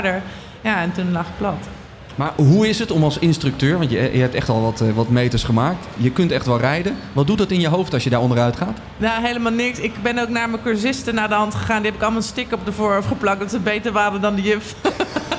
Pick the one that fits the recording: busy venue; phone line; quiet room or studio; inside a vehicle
busy venue